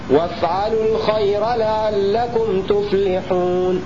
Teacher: فنجد في كلمة الخير الراء مفتوحة بعد ساكن فيجب إظهارها